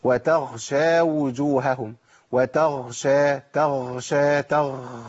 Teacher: النفس اللي طالع مع الغين ده بيبدلها بخاء على طول